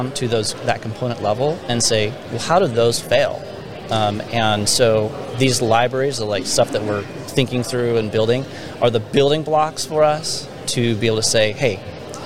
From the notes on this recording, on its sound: IoT and asset management at a conference.